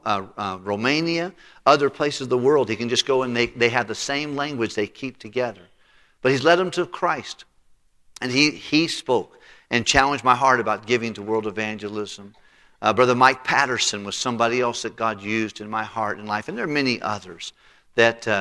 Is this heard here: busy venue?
no